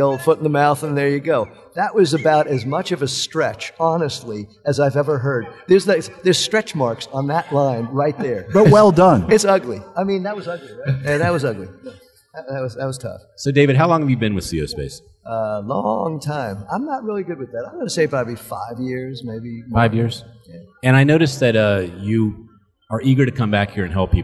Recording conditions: busy venue